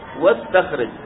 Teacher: تقول؟ تقول اكتب، وعندما تقول استخرج مثلا استخرج تبتدأ بها مكسورة، وإذا وضعت قبلها الواو تقول واستخرج، ذهبت الهمزة لأنها همزة وصل